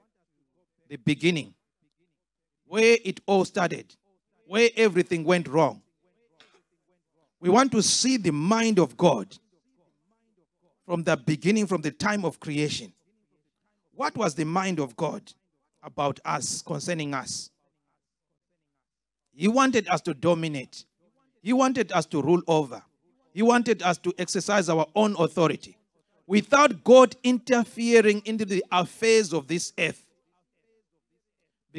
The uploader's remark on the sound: This teaching was extracted from our Live Church Service in Townsville on 08/10/2023